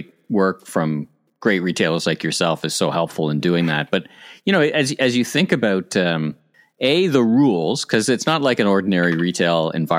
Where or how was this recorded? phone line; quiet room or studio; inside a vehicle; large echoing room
quiet room or studio